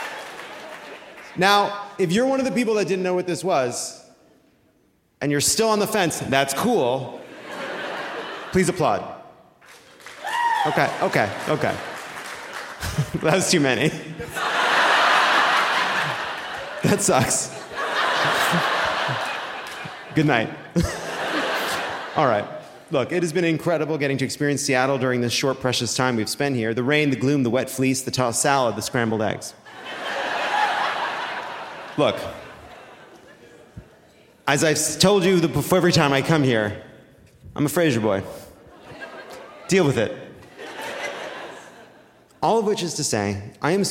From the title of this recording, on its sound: Live from Seattle!